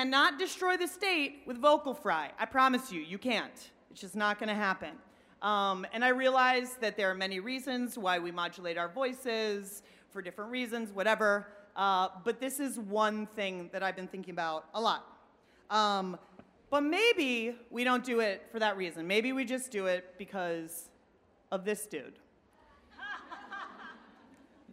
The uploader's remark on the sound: Werk It: The Podcast is the ICYMI version of the live event. Both the festival and the podcast are produced by WNYC Studios.